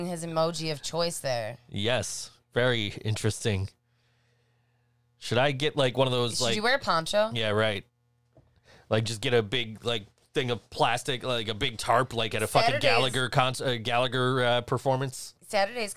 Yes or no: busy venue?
no